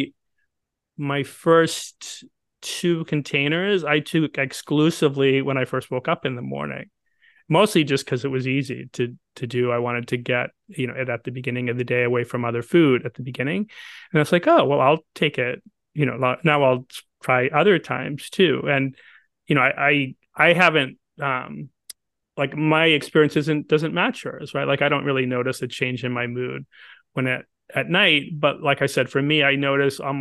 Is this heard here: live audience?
no